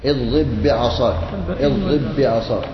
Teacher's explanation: اللجام في فم الفارس واصطلاحا إيصال حرف ساكن بحرف متحرك بحيث يصيران حرفا واحدا مشددا يرتفع اللسان عنه ارتفاعة واحدة وهو بوزن حرفين ارتفاعة واحدة لا يرتفع للأول ثم للثاني وإنما · Term: الإدغام